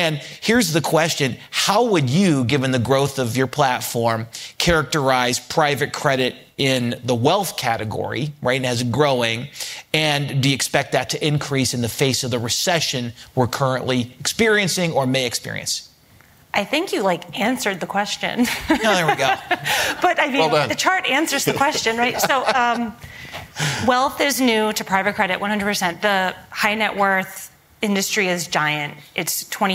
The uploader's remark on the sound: Live from Barings 360